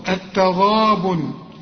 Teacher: التغابن الغين هنا بالمد بتاعها مفخم